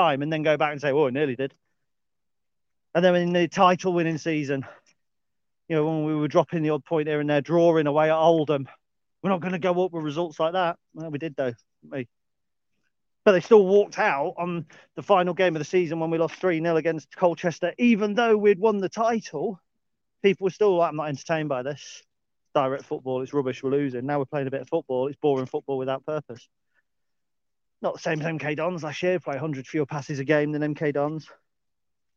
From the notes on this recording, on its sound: A brief dog walk chat